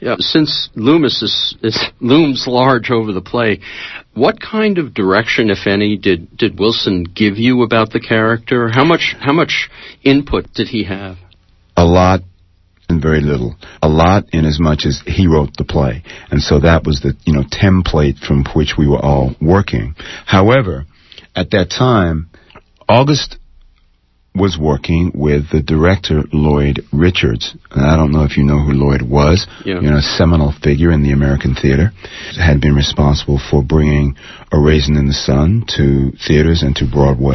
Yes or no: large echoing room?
no